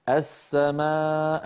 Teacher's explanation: دليل على أن اللام لام التعريف قد أدغمت في السين